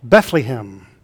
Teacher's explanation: Others put a long E in the middle syllable